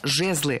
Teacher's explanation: Ударение в этом слове ставим всегда на первый слог. Ведь оно тоже неподвижное.